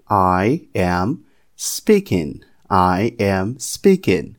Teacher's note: A minha língua vai lá no céu da boca fechando no N